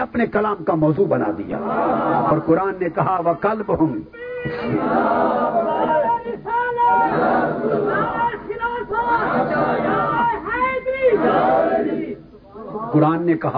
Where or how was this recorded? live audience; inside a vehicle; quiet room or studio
live audience